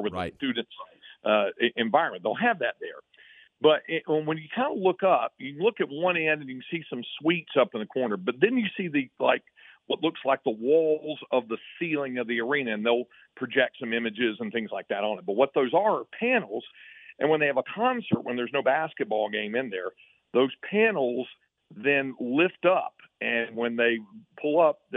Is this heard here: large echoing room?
no